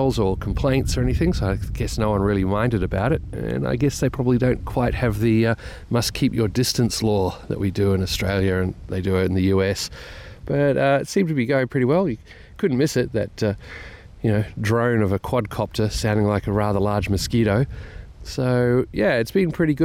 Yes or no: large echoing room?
no